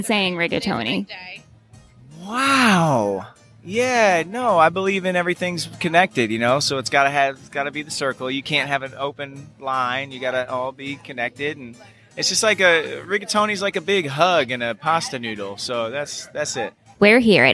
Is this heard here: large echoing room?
no